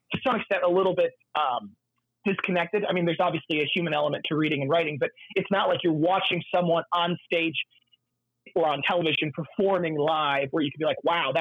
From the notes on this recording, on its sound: phone interview